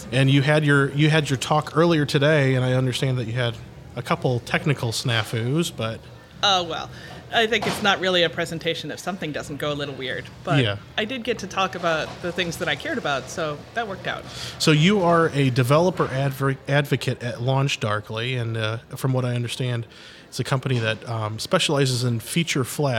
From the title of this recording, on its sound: Live From Agile Midwest - Technically Speaking Podcast